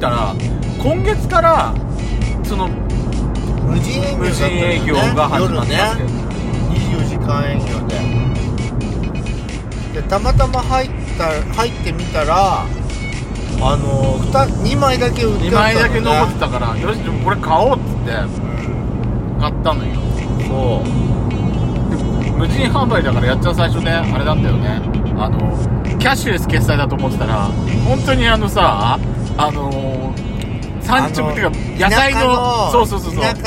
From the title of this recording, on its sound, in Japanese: 休日前の夜な夜な仙台ドライブにて